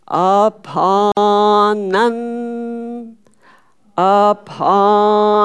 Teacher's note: So low, low, middle.